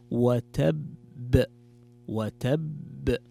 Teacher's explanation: اجتمعت القلقلة مع حرف مشدد فتقرأ وتب، وتب.